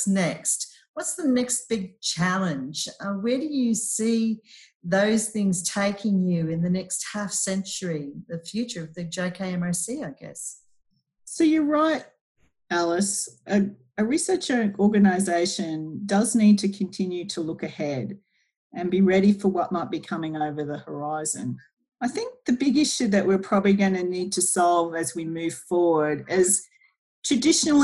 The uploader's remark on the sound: (via Zoom). Using the power of Zoom.